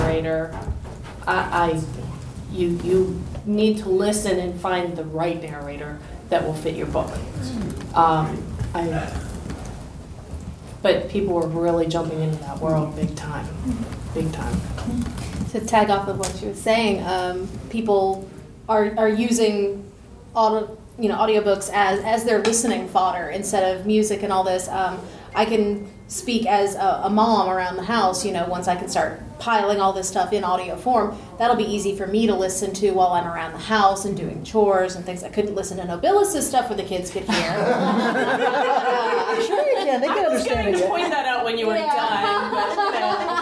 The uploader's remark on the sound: In this panel from Balticon 51